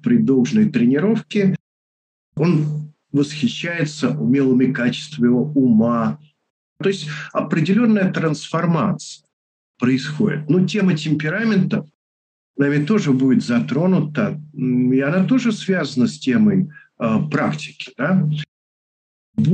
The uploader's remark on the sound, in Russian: Запись делалась, через zoom. Просим прощения за шумы на заднем плане. Мы сделали все что могли для очистки записи.